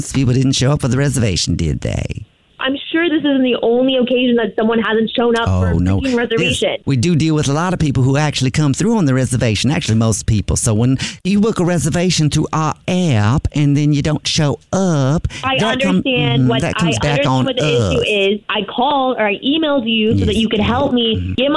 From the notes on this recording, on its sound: Phone Prank